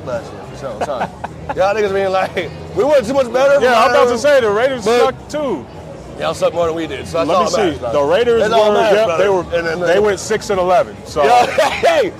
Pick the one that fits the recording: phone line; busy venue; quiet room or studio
busy venue